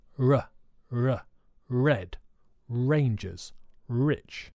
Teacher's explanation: When I make the R sound, my tongue is much further back and doesn't touch the roof of my mouth.